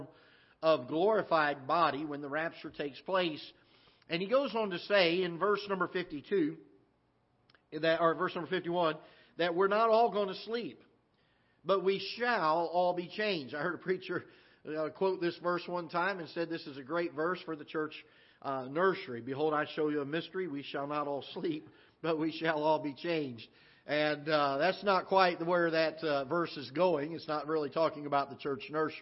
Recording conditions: large echoing room